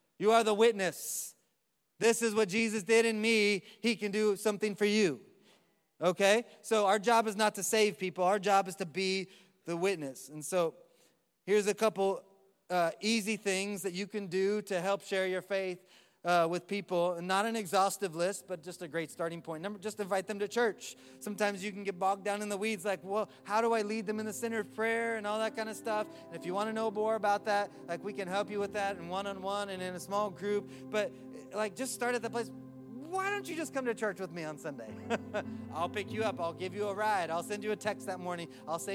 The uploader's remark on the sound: Live from Orlando, Florida